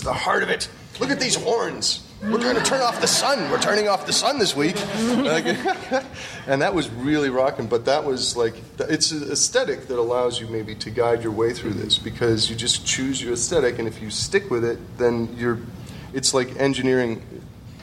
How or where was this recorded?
busy venue